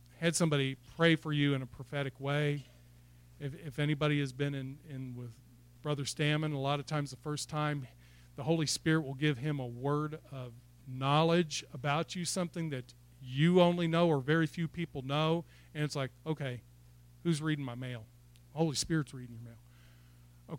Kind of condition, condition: setting, large echoing room